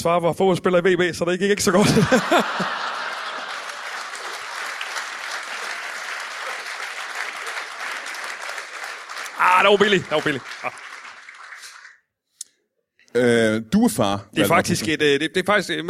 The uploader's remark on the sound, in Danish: LIVE fra Vejle Musikteater